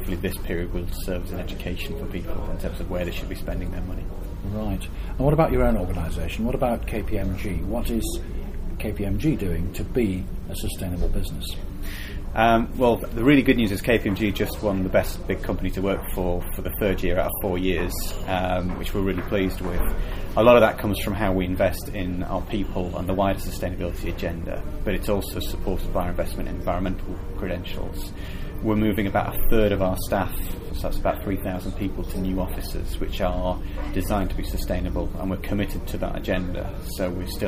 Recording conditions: busy venue